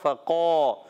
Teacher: قاف زبان کی جڑ اور تالو کا نرم حصہ · Term: موٹا قاف